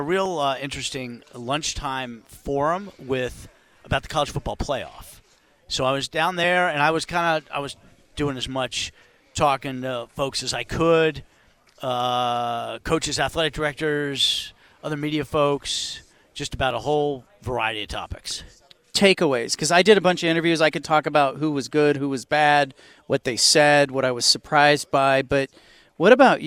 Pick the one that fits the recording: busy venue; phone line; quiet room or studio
busy venue